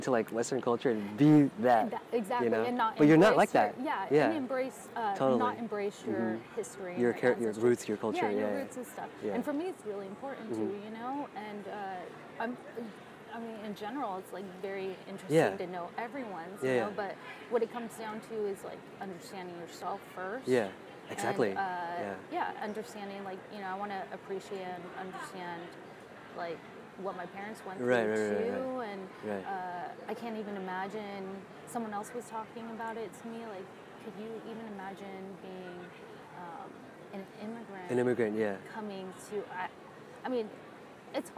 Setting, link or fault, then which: setting, outdoors